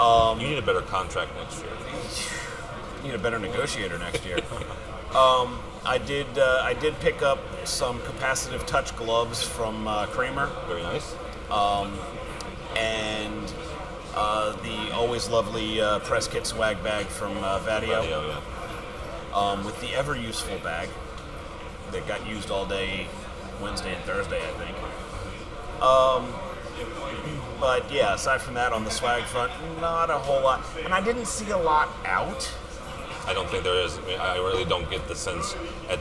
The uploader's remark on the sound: We are live from Integrated Systems Europe 2016.